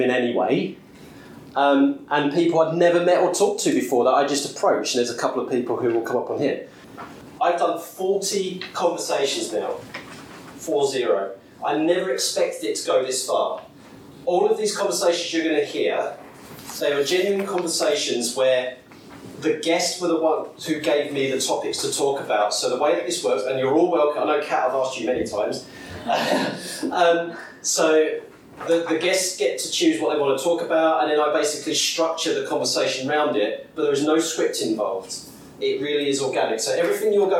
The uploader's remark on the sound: Discussing them with an audience. Thank you to all those who participated and gave their consent for the session to be recorded.